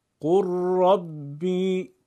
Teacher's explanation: مورد چهارم، ادغام حرف لام در حرف را، اول لام بعدش را قرار بگیره، لام ساکن حرف را متحرک. قل ربی، لام رو حذف کنید، حرف را مشدد